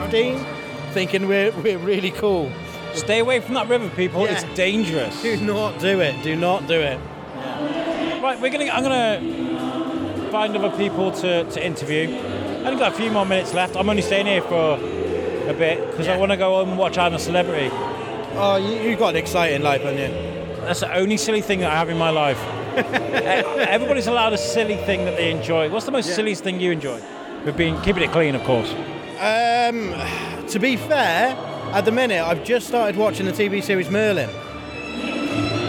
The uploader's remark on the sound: Take the mic for a walk around Shrewsbury Abbey as we celebrate another year of Abbey Fest 2022, a charity even put together by Lingen Davies. This a candid bit of audio, no plan, just a collection of conversations with lovely people on a lovely evening.